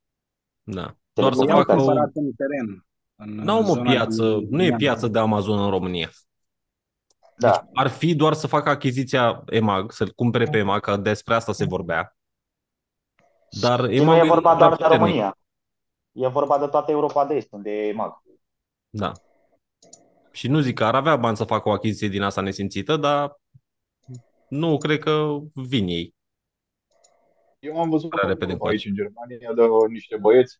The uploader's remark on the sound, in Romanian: Conferinta Zoom Saptamanala EcomSchool.